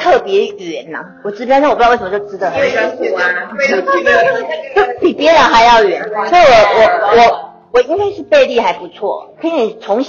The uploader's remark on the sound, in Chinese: 第一次以多人聊天式的錄音 結果聲音不太理想 還是硬著頭皮上架。